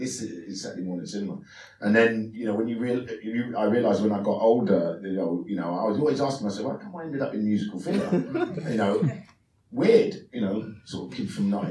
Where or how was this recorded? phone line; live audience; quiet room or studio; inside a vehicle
live audience